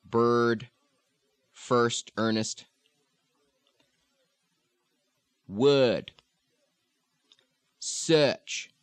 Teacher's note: This is a pushed forward sound. The lips do come forward.